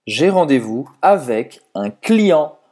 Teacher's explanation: O T, no final, não se pronuncia